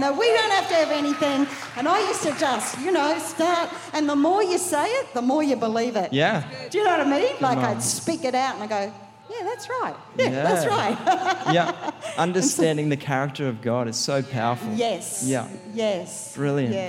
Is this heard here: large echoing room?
yes